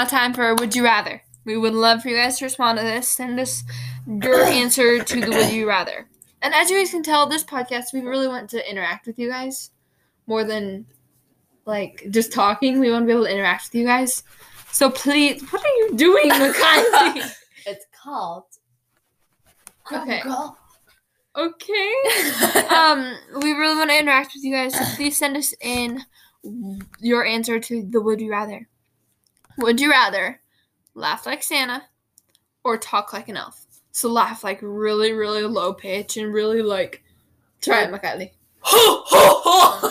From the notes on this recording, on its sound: We are so sorry if our audio is just not working out great today.